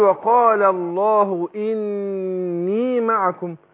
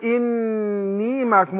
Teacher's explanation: يبقى النون المشددة هتاخد غنة حركتين وبعدين أدي الياء مدها الطبيعي